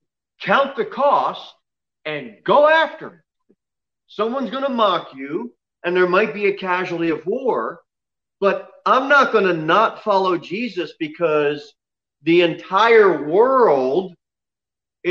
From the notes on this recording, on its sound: Sermon delivered at Pilgrim Baptist Church on Thursday, October 8, 2020, at 6:15 pm. Jere Whitson Rd.